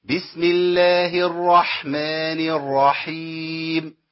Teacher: لازم صوت البحه بتاعت الحاء دي تطلع معايا، اللي هو النفس اللي بيطلع معايا مع الحاء